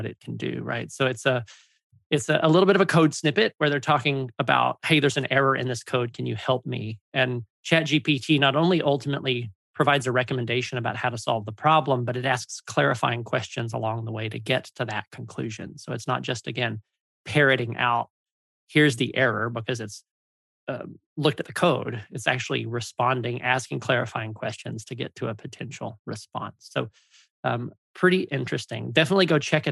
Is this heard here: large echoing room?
no